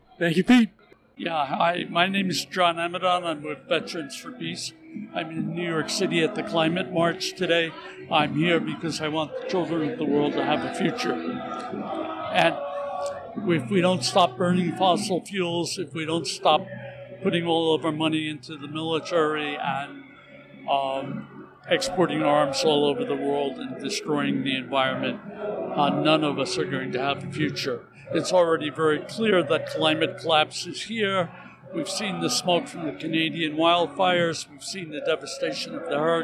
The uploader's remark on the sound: Voices from the Sept. 17 End Fossil Fuels Climate March